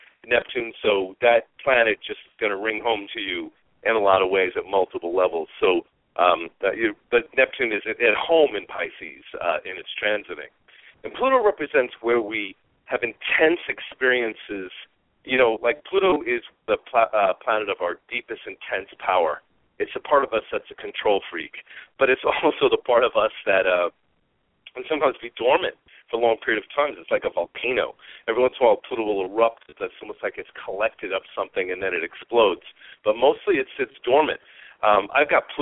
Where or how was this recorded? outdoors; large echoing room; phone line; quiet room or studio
phone line